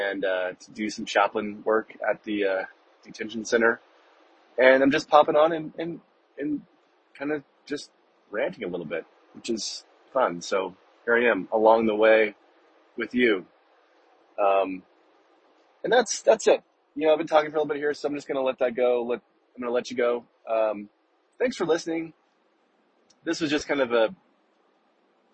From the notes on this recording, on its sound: Other times, like today, you’ll get more of a voice note/memo from me where I just start yammering into my phone about whatever’s on my mind.